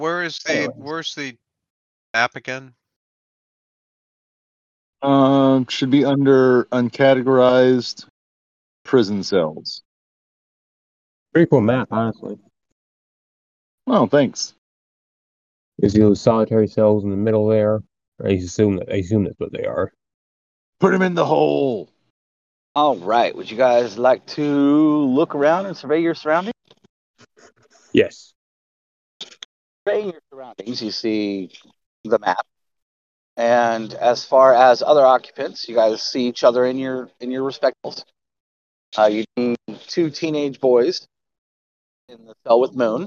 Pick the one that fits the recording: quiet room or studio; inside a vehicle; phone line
inside a vehicle